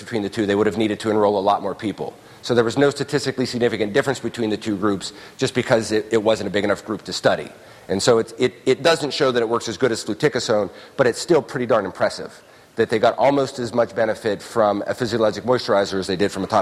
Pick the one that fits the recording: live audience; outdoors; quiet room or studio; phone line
live audience